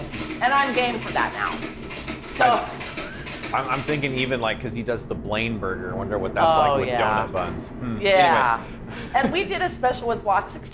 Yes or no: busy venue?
yes